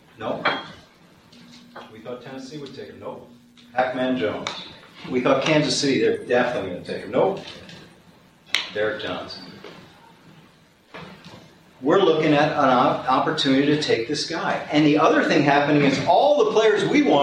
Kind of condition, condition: setting, busy venue